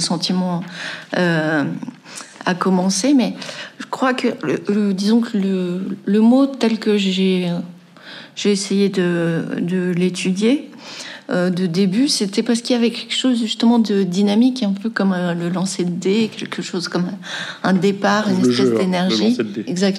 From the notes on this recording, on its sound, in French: Conférence enregistrée à Cap Sciences Bordeaux le 23 Octobre 2023.